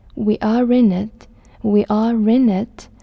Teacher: you can say, we are in it, link the R with I